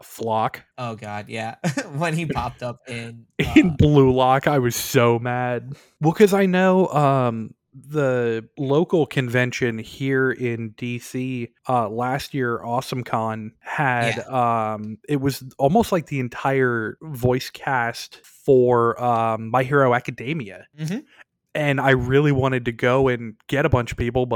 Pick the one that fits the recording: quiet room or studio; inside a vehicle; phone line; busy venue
quiet room or studio